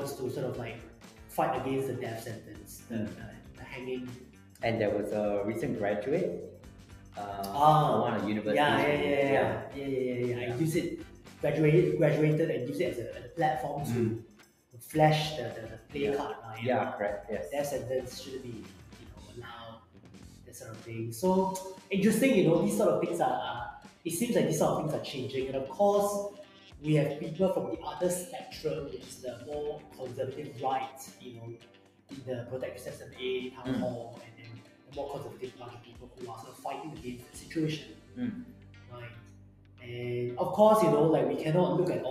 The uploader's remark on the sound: Apologies for the poor audio quality!